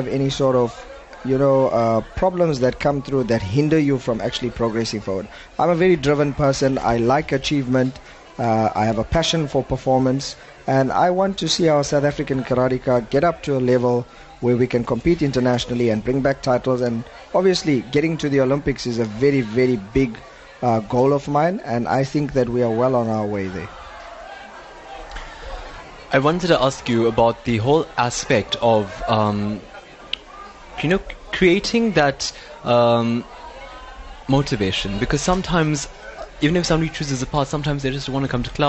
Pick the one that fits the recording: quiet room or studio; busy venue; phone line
busy venue